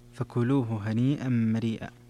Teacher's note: في قوله هنيئا مريئا أيضا مد في هنيئا، مد متصل، اتفق القراء على مده. وهنا أيضا الإدغام الكبير للسوسي فكلوه هنيئا.